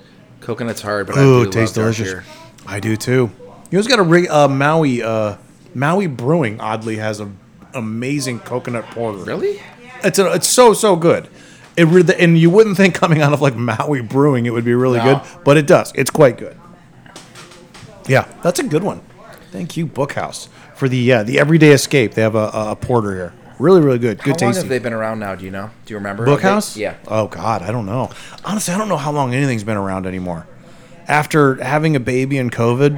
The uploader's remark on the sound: Recorded at Bookhouse Brewing.